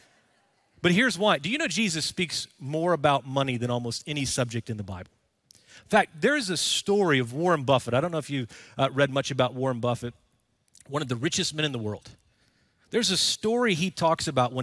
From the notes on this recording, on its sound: Recorded Live at Brookwood Church.